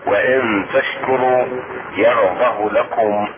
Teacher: وهنا هاء الضمير فلا تمد. الشاهد هنا وإن تشكروا يرضه لكم فلا تمد.